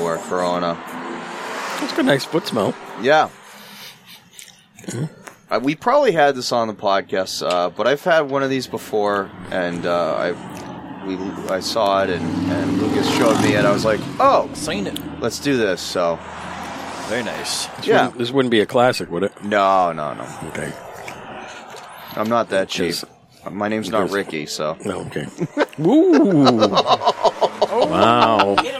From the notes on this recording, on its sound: The Tobacco Shack Side Patio; Rowley, MA. We descend on the Tobacco Shack unannounced and set up outside in the patio area on a fine summer evening. It’s a small group recording as many Hacks are on vacation or in disrepair.